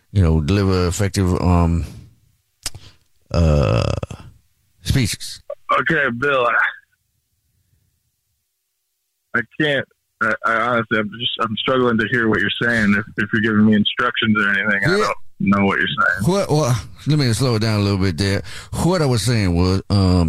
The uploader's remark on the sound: phone prank style